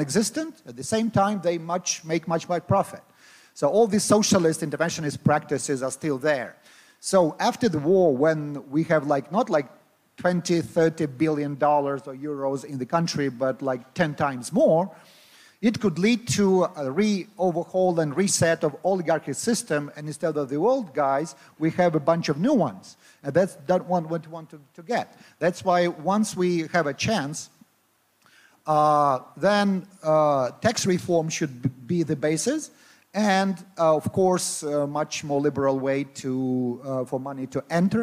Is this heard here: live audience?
yes